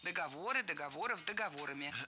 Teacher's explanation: При склонении ударение в слове «договор» сохраняем на третьем слоге.